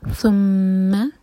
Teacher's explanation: ثم ثا کے لیے ہماری زبان اوپر والے دانت پر ٹچ ہوگی اور تھوڑی سی ٹپ باہر ہوگی، اور میم پر غنہ، یعنی کہ ہم نے ہولڈ کرنا ہے 2 سیکنڈس کے لیے میم کو